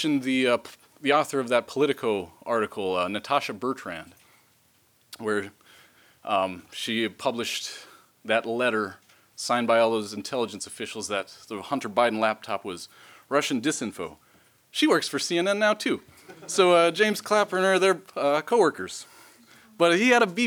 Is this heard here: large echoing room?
yes